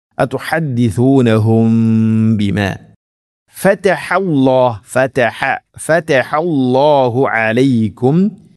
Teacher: സാകിന മീമിന് ശേഷം ബ വന്നാൽ ഇഖ്ഫാ ശഫവി, അങ്ങനെ ഗുന്ന ചെയ്യണം, അവ്യക്തമാക്കി മണിക്കുന്ന ഗുന്ന.